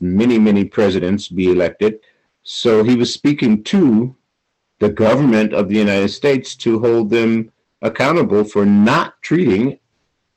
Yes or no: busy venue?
no